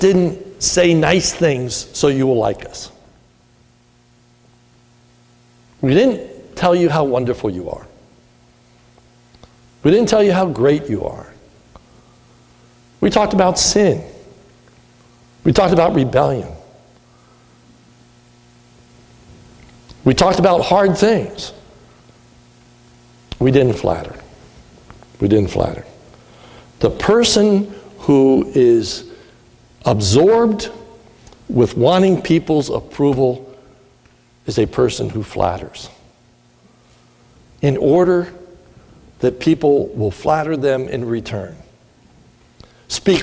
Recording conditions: large echoing room